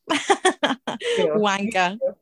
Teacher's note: I don't pronounce, I don't enunciate my R's.